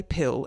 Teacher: when we say pill, air comes out of our mouth · Term: aspiration